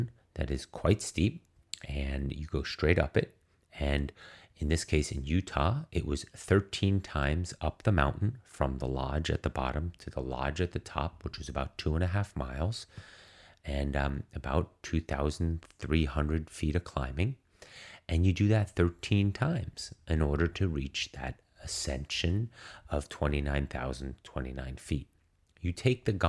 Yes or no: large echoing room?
no